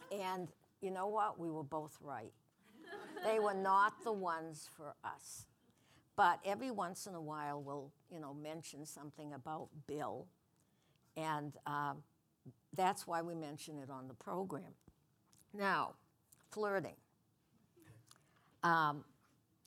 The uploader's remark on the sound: our first podcast before a live audience